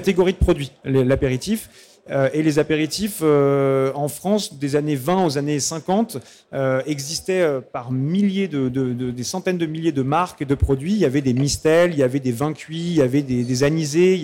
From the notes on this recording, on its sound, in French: sur la Scène Liquide Omnivore Food Festival 2021